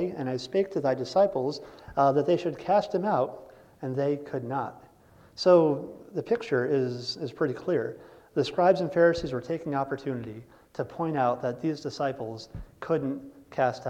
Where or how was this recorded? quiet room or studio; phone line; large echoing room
large echoing room